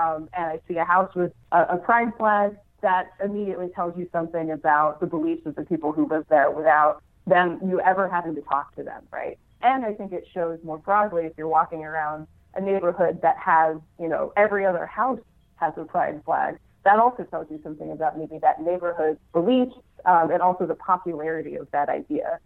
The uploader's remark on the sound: I had with me on the phone from Seattle